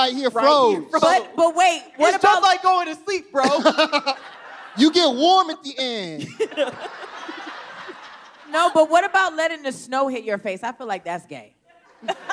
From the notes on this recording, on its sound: This week, Scam Goddess is Live from the Den Theatre in Chicago.